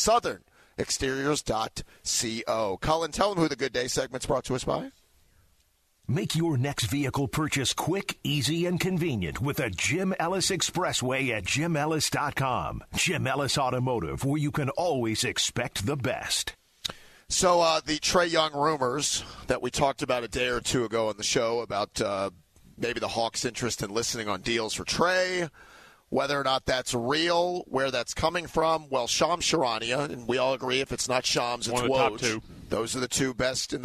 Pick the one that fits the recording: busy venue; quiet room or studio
busy venue